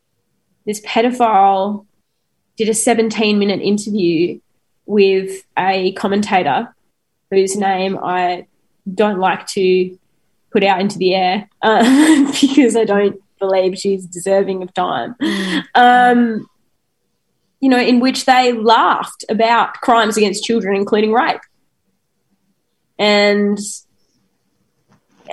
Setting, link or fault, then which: link, video call